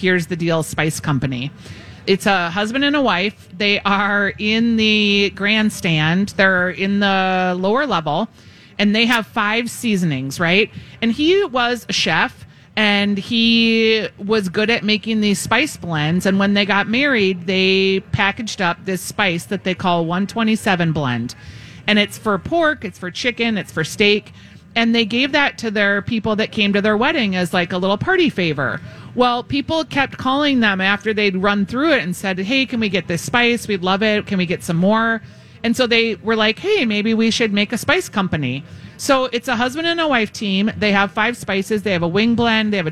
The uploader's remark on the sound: Live at the Fair